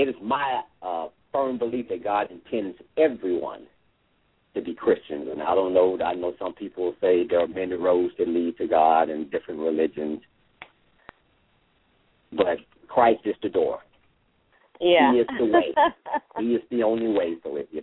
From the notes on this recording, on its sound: LML uses a progressive live call in format.